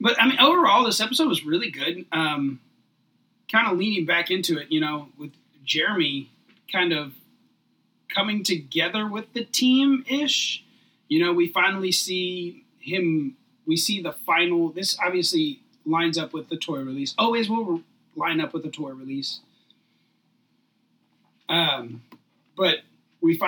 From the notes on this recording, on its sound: They would like to apologize for the technical issues with audio.